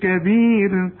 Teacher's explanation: كل الحروف مرققة بما فيهم الراء عند الوقف، عند الوصل الراء مفخم عليها شن عليها ضمتين.